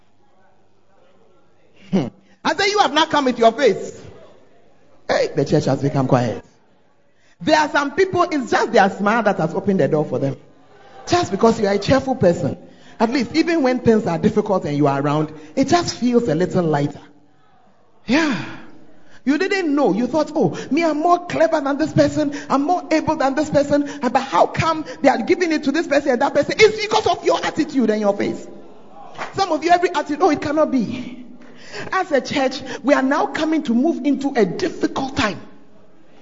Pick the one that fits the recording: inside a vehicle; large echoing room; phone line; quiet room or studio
large echoing room